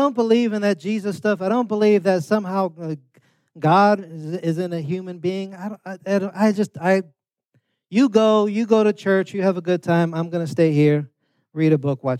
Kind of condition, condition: setting, large echoing room